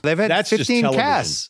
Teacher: There's no attempt made to use the T sound.